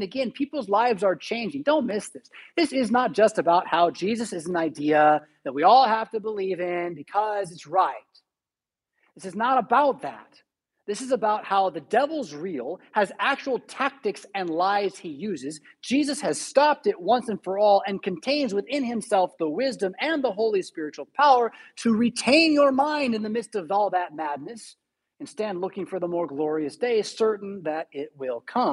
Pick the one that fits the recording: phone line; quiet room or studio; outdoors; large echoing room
large echoing room